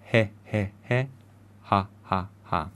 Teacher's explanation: as you can feel in the throat, it's this soft passage of air